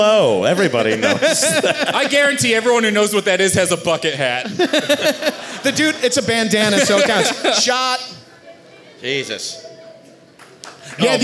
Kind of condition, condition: setting, live audience